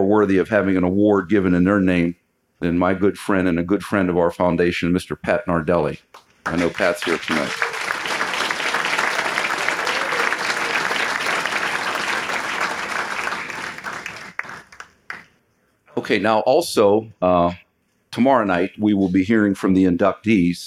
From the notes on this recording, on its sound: 2019 Hall of Achievement Reception. This episode was recorded July 26, 2019 at the Ramada in Beaver Falls, Pennsylvania.